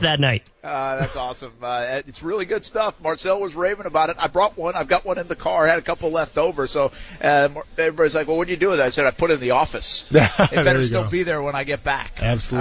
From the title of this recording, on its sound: Live from The Senior Bowl